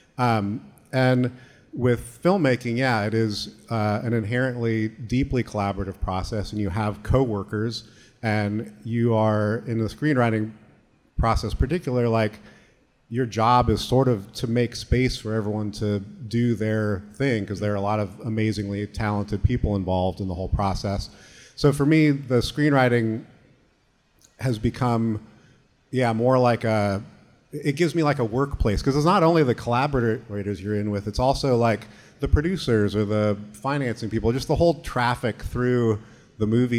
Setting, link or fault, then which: setting, live audience